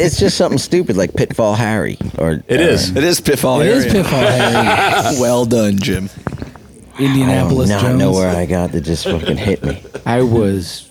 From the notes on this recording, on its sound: Tonight's episode was recorded backstage at Jannus Live in St. Petersburg FL.